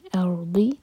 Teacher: ضاد پر استطالہ کریں گے یعنی کہ تھوڑا سا ٹائم دیں گے اور قلقلہ نہ ہونے پائے